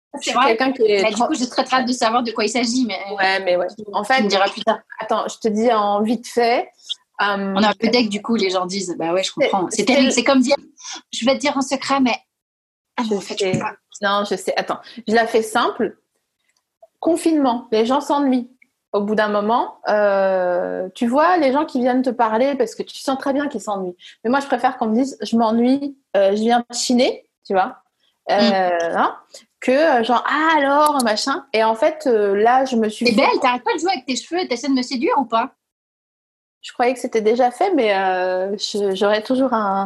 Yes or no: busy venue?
no